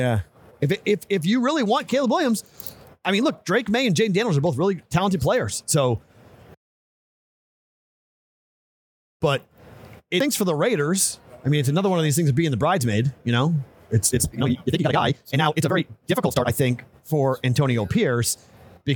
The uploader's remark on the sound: Live from the Super Bowl!